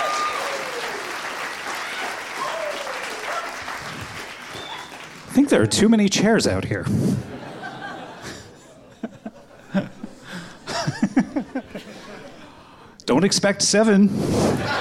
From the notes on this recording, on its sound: Recorded live at the Bell House in Brooklyn, NY.